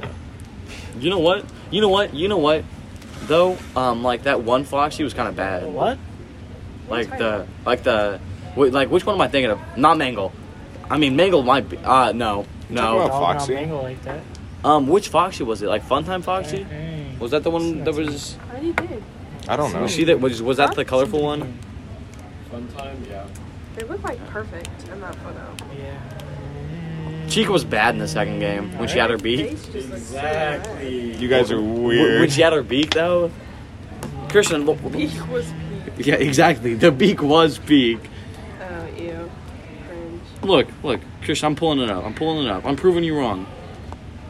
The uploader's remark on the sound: This episode was recorded at a jazz band competition on an iPhone speaker, so please excuse extra/loud noises.